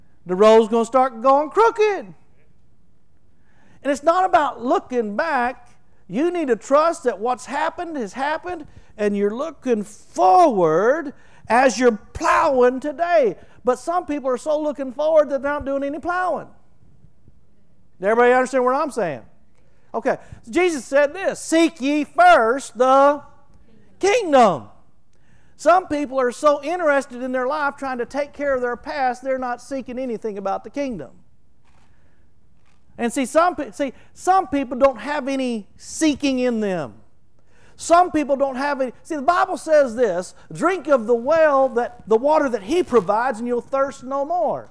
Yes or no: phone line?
no